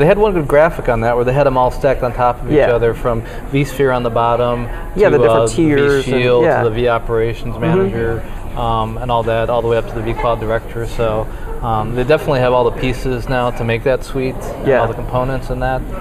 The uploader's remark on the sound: LIVE from the VMware vSphere 5 Launch in San Francisco